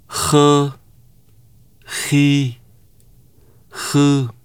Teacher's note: H is a velar voiceless fricative consonant. H is created by narrowing the passage between the back of the tongue and the roof of the mouth.